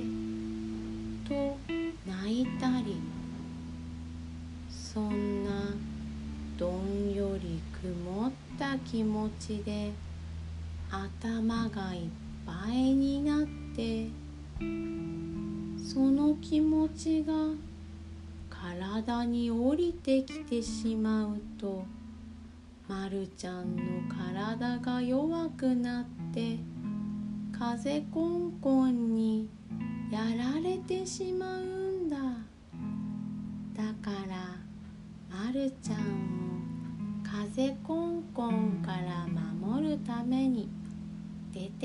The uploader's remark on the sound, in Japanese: 毎回、乳飲児を抱きながら、おぶりながら録音しています笑。寝息が入っているかもしれません。